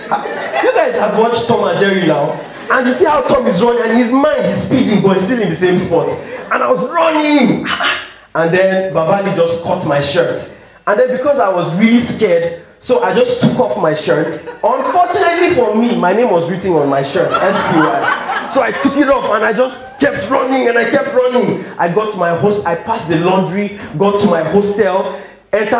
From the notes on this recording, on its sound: three hilarious stories from the June live show